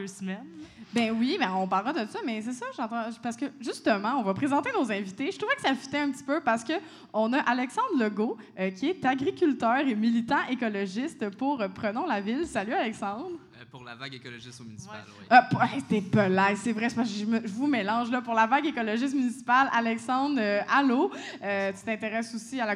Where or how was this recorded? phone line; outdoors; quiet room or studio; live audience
live audience